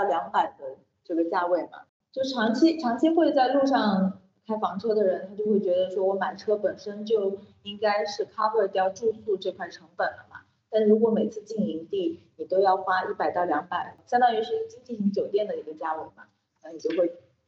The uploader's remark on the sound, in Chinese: 做了个线上连线。氛围大好临时起意录起播客，干脆作为第三期了。音质参差请包含。